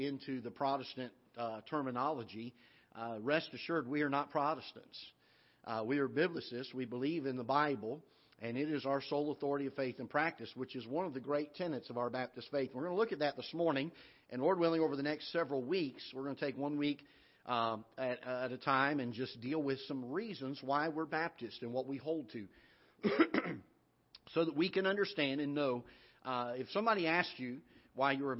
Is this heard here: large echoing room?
yes